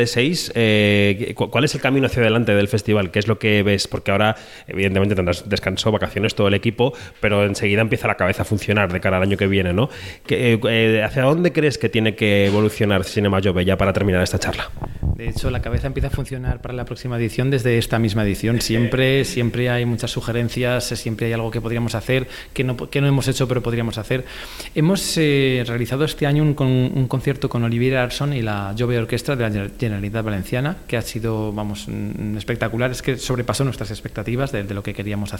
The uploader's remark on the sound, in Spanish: Programa especial en la antena de Onda Cero desde el Festival Cinema Jove de Valencia